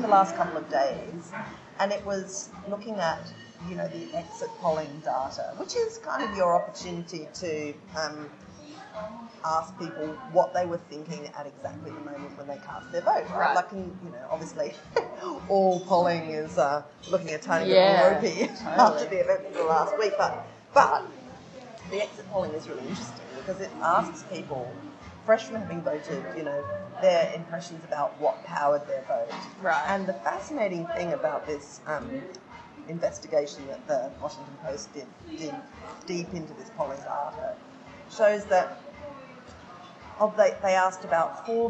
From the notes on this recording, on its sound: Warning: bad audio quality!